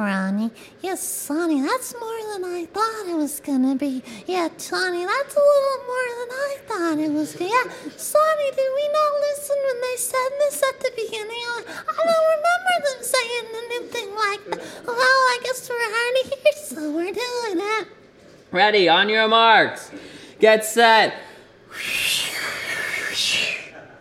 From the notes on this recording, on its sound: live At The Revolution Hotel, Boston